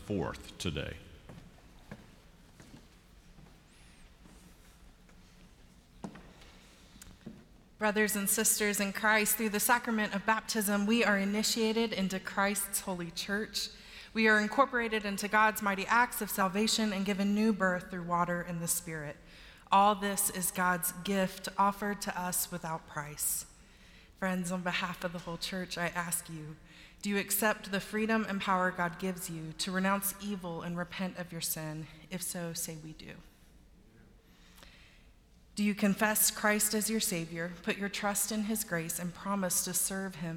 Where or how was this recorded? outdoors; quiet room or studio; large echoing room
large echoing room